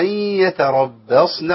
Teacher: راء مفخمه وبعديها بقى مرققه وبعديها صاد مفخمه